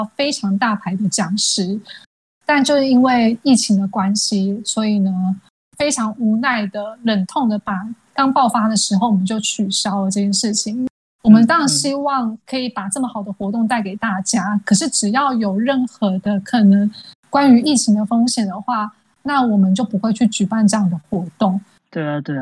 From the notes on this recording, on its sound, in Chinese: 因疫情影響，本集藉由遠端通訊軟體錄製而成，錄音品質稍有影響，還請見諒。